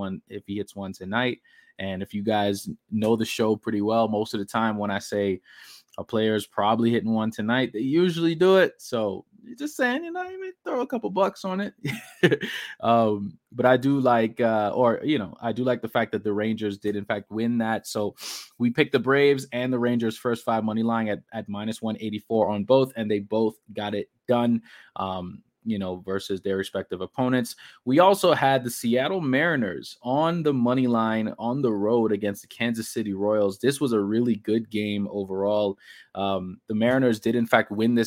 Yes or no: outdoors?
no